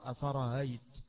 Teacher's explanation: بتسهيل الهمزة بين الهمزة والياء · Term: التسهيل